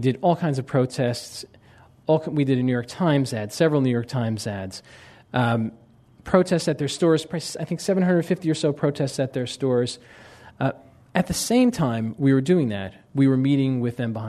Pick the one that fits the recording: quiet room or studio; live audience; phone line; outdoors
live audience